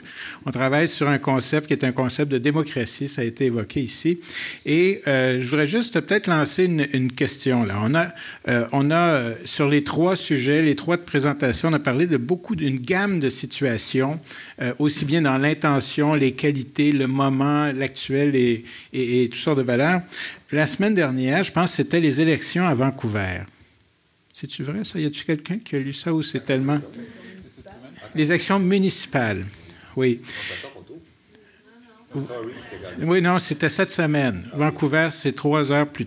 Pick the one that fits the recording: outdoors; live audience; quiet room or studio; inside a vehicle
live audience